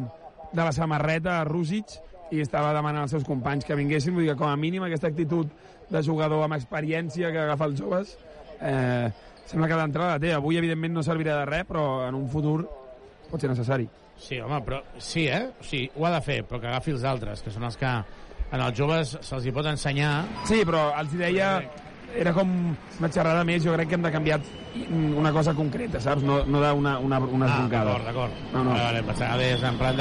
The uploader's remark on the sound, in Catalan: Transmissió en directe del partit UCAM Murcia vs Joventut.